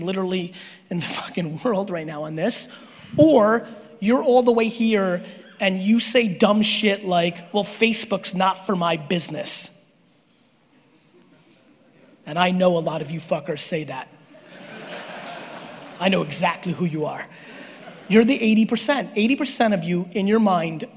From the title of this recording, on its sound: A Keynote at IMG EXPO 2018 in New Orleans